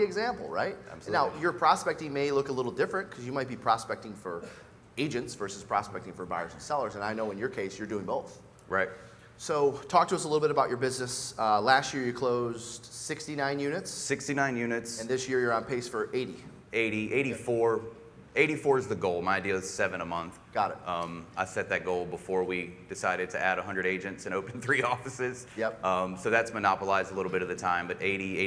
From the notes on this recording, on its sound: we’re sharing an excerpt from a recent Glover U live event